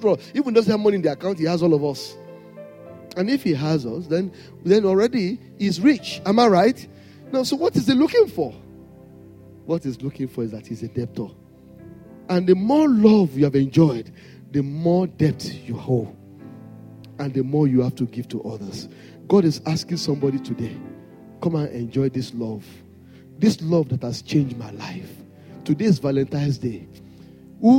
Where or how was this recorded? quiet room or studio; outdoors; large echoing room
large echoing room